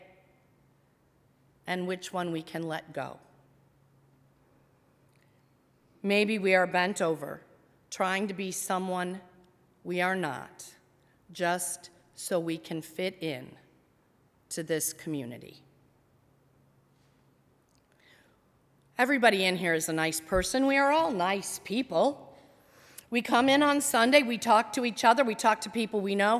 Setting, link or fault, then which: setting, large echoing room